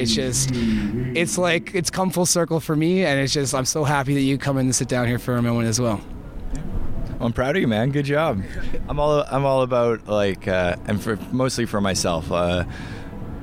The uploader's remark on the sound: Shambhala 2018. Joins us backstage at The Village for an interview about his time and experiences at the festival.